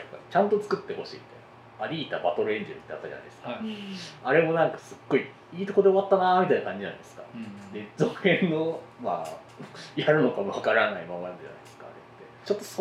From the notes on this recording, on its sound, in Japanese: 収録環境の問題で音質が悪いです。